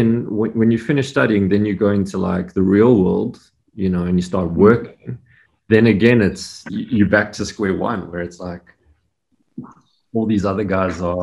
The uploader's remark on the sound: the Zoom call quality of this recording is appalling